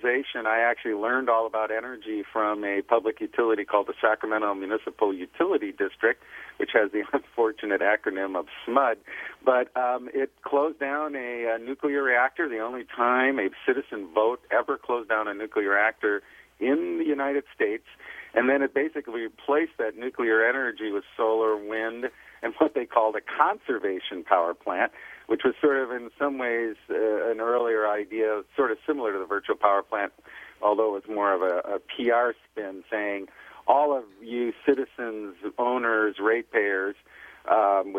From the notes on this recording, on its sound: via phone